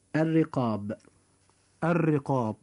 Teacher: وكلمة الرقاب جاء كذلك حرف الراء مكسورا فيجب أن يرقق فينطق هكذا الرقاب. · Term: ترقيق